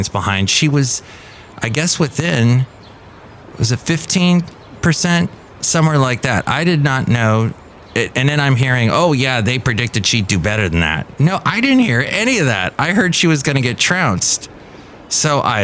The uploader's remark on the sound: podcasts live from Café Anyway